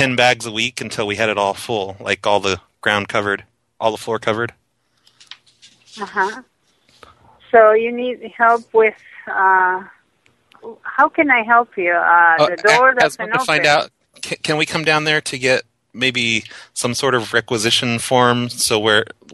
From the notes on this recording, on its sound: Prank Phone Calls